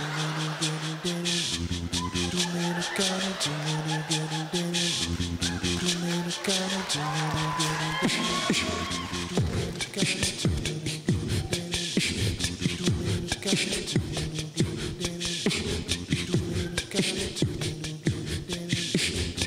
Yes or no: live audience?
yes